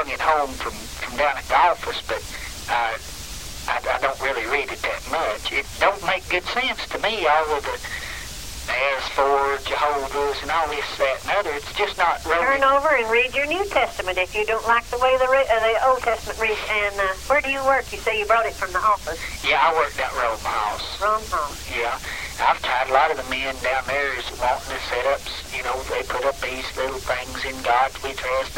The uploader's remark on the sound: Prank Phone Calls